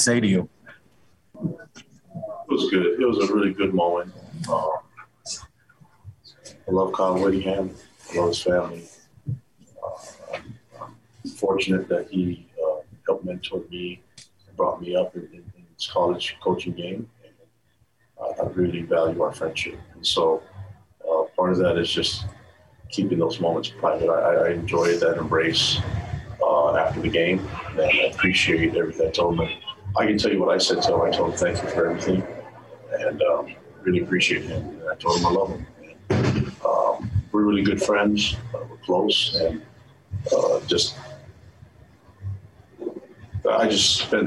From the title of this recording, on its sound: Postgame Press Conference